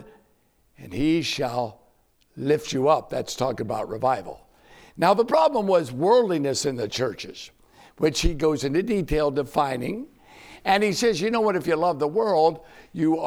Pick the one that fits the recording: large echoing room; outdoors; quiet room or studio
large echoing room